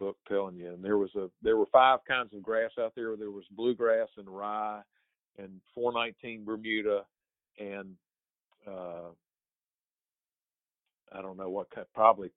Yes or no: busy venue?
no